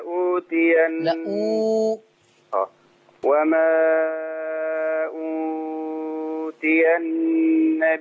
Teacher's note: من زمن التوسط في أوتي والنبيون، عايزين نظبط الزمن بتاع الأربع حركات في البدل